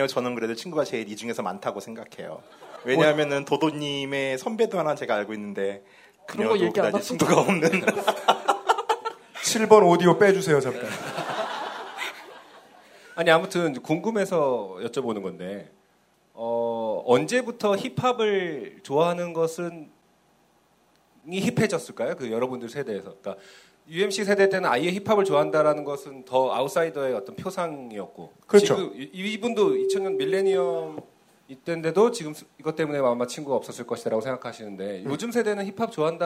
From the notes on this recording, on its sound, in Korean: 200회 특집 공개방송